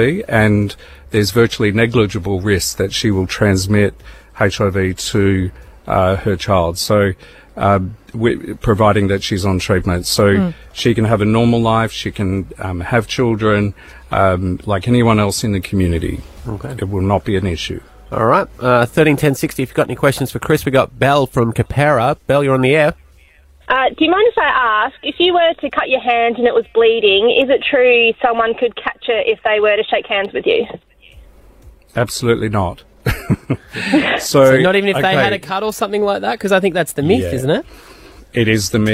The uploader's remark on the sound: opened the phone on any questions you'd like to ask him